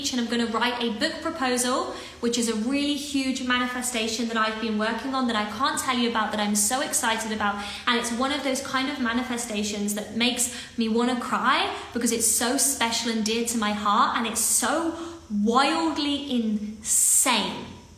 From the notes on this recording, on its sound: our Instagram Live Series as a podcast